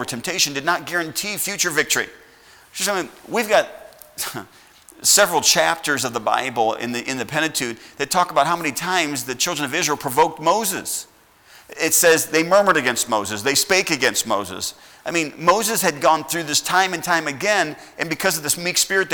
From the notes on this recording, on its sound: at Heritage Baptist Church, Lawrence Kansas on Sunday SS, February 14th, 2021.